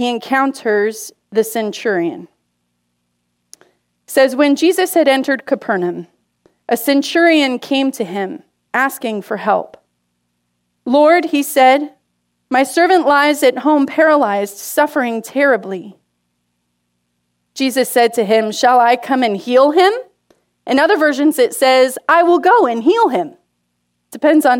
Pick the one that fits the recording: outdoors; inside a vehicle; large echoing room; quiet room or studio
large echoing room